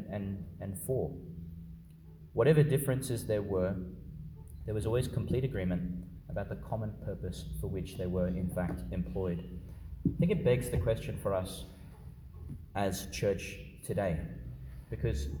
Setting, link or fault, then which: setting, large echoing room